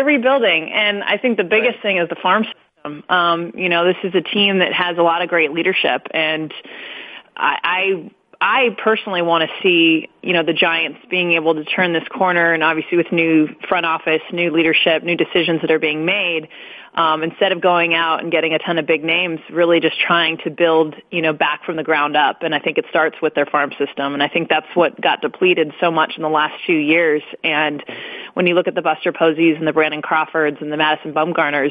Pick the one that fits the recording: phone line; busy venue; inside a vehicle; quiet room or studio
phone line